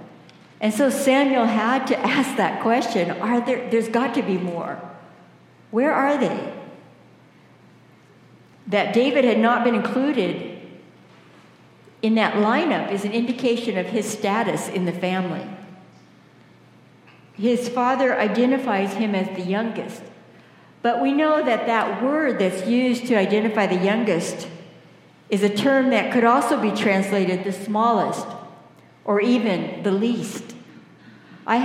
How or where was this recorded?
large echoing room